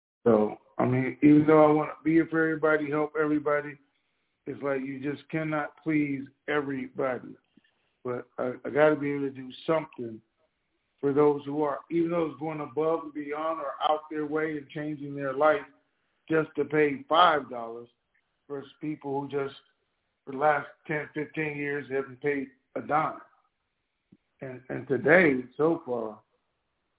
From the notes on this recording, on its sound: TNTSuperfantastic Conference Call